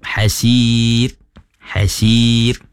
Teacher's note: hasir jangan ditebalkan, hasir ada salah, sebetulnya nipiskan